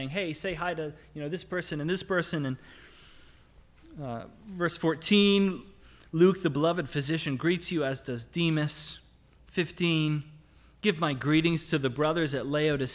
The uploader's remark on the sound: Sermon audio from LBC worship service